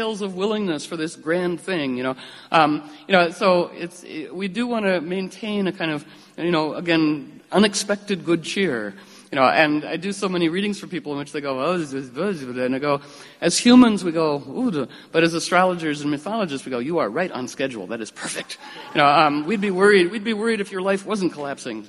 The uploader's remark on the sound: Live audio captured at Star Hall from that event.